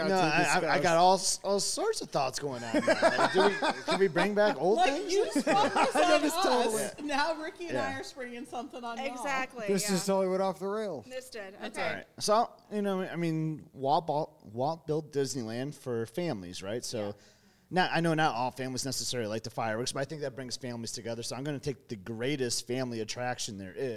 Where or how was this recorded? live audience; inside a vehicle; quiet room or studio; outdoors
live audience